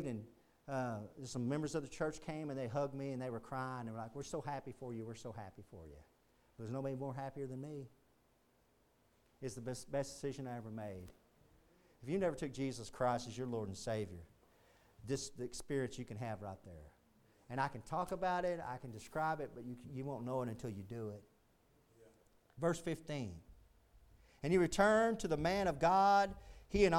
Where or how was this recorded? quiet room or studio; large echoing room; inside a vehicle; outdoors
large echoing room